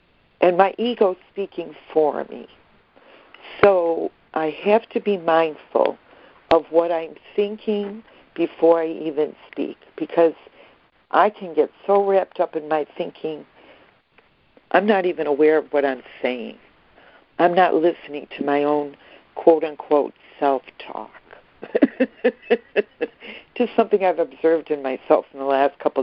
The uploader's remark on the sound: ACIM Daily Conference Call.